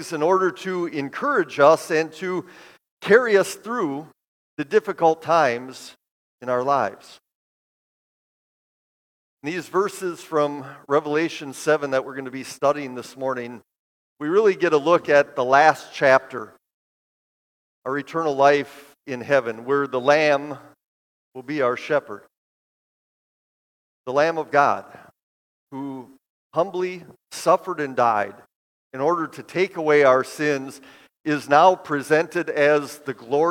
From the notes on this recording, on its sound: Bethany, Appleton, WI. This sermon at Bethany's Sunday worship.